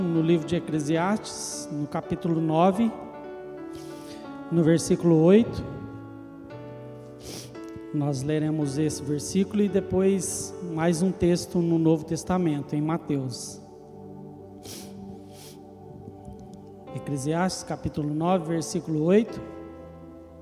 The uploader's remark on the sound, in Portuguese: Gravado ao vivo na igreja.